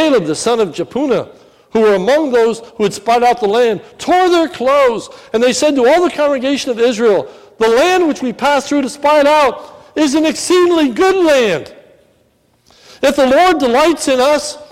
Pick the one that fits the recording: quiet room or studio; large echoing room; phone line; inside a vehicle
large echoing room